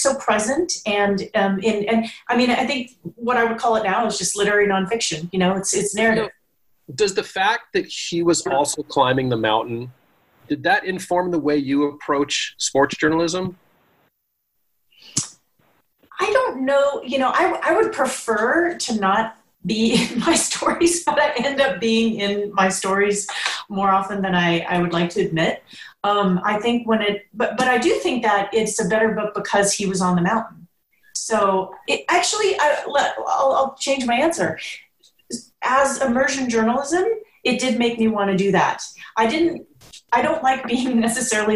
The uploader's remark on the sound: Via Zoom.